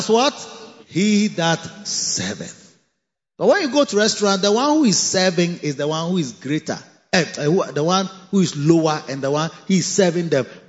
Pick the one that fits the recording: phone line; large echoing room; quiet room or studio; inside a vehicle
large echoing room